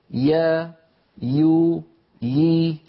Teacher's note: وسط اللسان في الياء يرتفع ويتضيق مخرجها